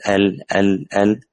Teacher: حافتي اللسان معاً مع ما يحاذيه من اللثة العليا يخرج منه اللام. إذا الطرف حيكون الطرف، حيكون حينئذ الطرف، طرف اللسان هو الموضع الأدنى مع الحافتين معا يخرج منه اللام.